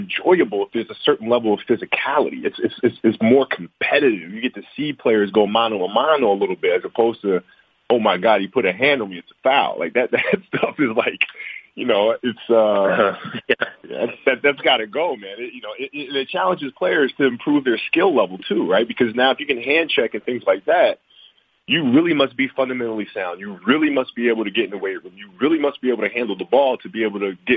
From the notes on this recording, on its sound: Media Conference Call